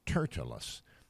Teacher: This man's name is Tertullus, I guess is how you pronounce this, or maybe the emphasis is on the middle syllable